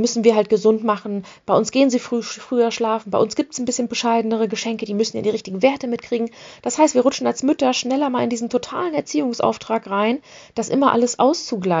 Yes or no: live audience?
no